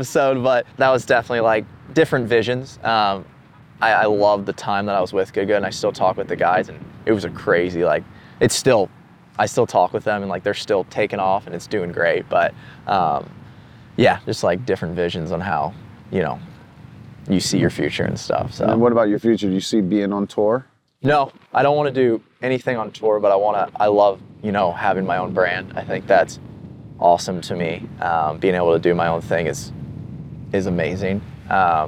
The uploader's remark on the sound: Coming to you live from The 100 Hole Hike brought to you by TaylorMade at The Hay in Pebble Beach. Produced by DBPodcasts.